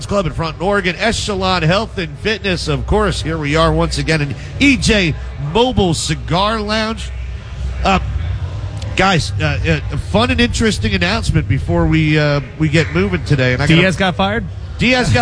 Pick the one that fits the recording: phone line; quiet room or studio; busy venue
busy venue